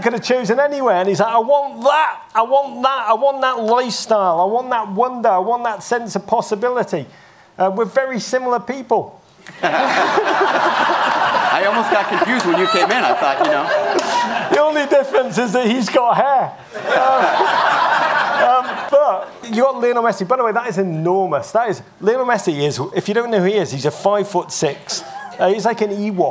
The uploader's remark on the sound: Live From Travel Week. In this Travel Week chat.